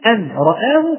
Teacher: تلاحظ أن الإنسان يرتفع إلى النون ثم يهبط ثم يرتفع إلى الراء